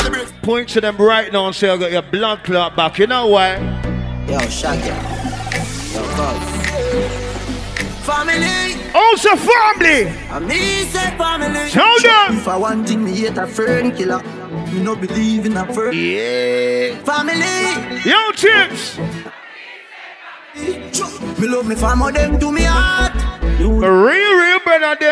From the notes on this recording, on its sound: Live Set From Love & Affection 2023